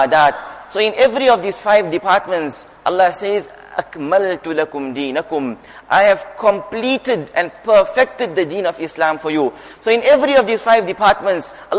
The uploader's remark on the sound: Jumuah Lecture at Masjid ur Rahman